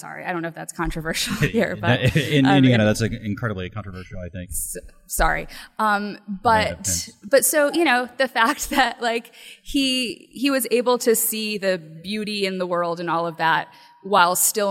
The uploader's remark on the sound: LIVE from the 2017 Indy PopCon!